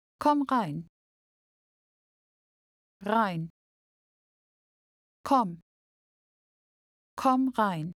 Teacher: Notice how the word herein is shortened. This is very common in daily conversation.